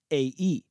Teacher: Grab your jaw again and pronounce the sounds AE. The jaw no longer moves from the back to the front because both A and E are front vowels.